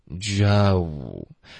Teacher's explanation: 开头要撅一点点嘴唇，发一个 g，然后再张开